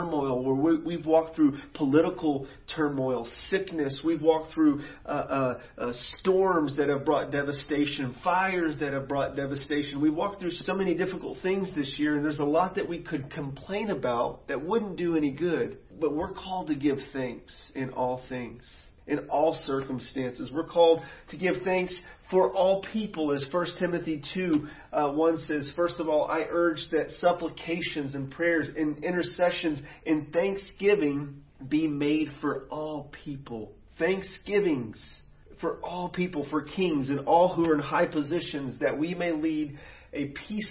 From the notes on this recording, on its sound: sermons preached at City Church Garland.